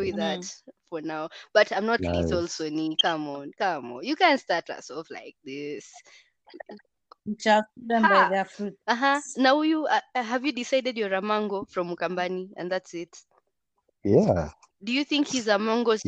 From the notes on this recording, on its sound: Kindly bear with us, COVID-19 has us recording remotely!